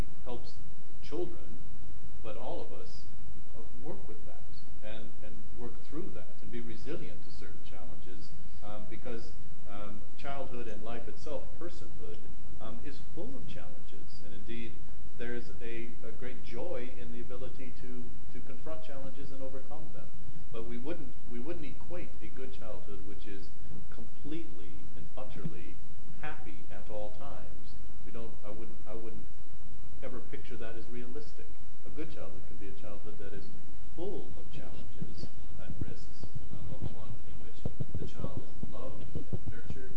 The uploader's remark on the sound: We apologise for the poor audio quality, this was because of technical problem with the audio-visual system